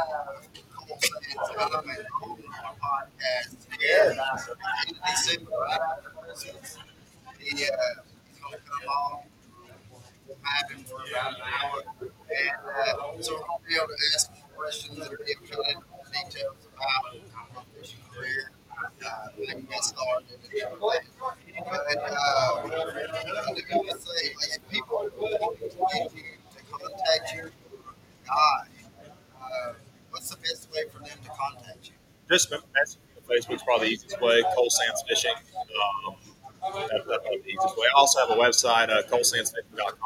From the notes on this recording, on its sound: Sorry for the background noise. We are at Hiawassee Marine bait and tackle on a remote.